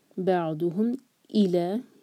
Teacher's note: میم پر سکون ہے تو یہاں پر کلیئر میم ہوگا